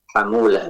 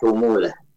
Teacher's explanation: haknya di fathah bukan di dhammah ya · Shown in: first take · hamulah bukan humulah.